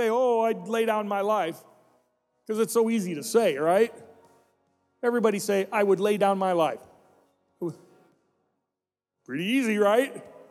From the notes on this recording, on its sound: This message was recorded during our "Celebrate America" service.